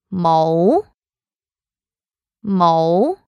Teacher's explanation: It's a rising tone. It's a high rising tone.